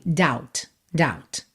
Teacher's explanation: esse B é completamente mudo. Pode pensar que ele não tá aí.